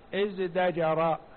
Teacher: لأن الزاي حرف مجهور والتاء حرف مهموس، فأبدلوها إلى حرف مجهور قريب من التاء وهو الدال، الدال قريبة من الدال وتناسب الدال تناسب الزاي، فأبدلت التاء إذ تجر، فأبدلت التاء دالا فقال ازدجر، وزجره وازدجره بمعنى نهاه بغلظة.